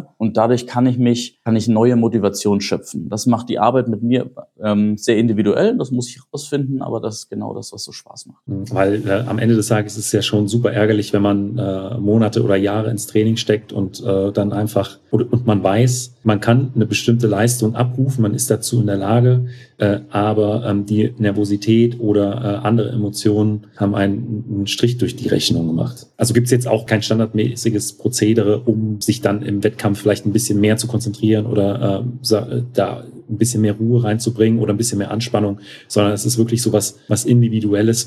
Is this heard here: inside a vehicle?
no